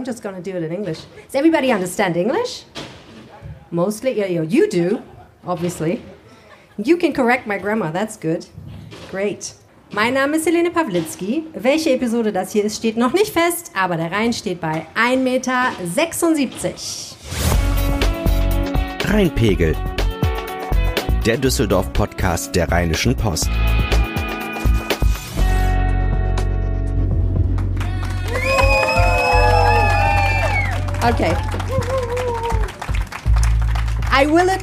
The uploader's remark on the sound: (LIVE & in English). On August 21st, 2023, we met at the Stadtstrand and recorded this special episode just for you.